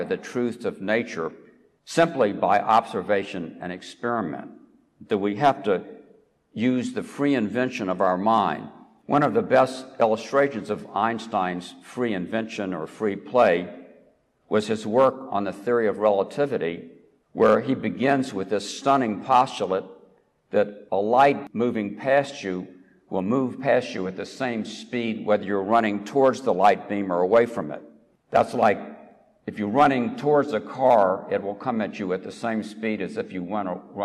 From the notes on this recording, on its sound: recorded at the Dome Room at the Rotunda of the University of Virginia